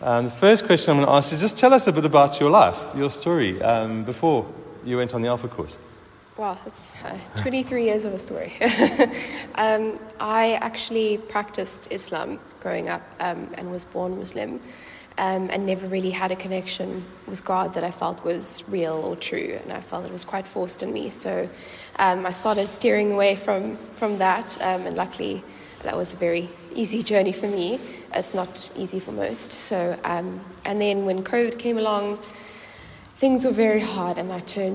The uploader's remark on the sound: Recorded at the 9:30am service on Sunday 23rd July 2023